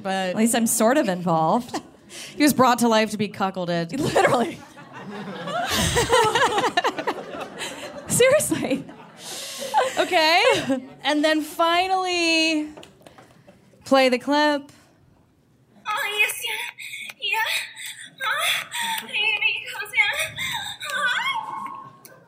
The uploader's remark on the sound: Performed a live show at Caveat in New York City.